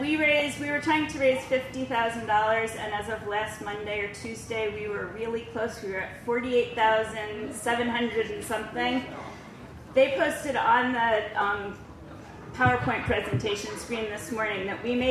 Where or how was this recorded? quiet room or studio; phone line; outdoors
outdoors